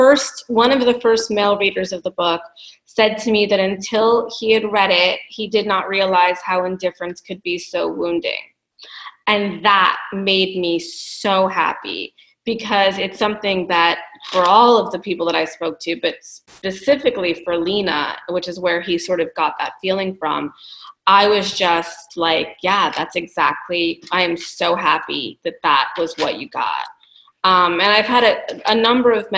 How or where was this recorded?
video call